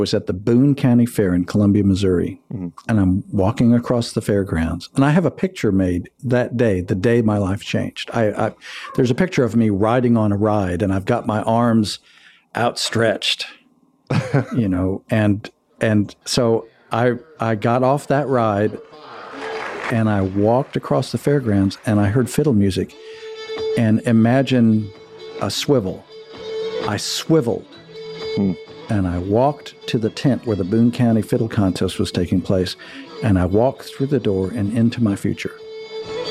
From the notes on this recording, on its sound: Recorded at the 2022 Great Lakes Music Camp at Camp Blodgett on the shores of Lake Michigan.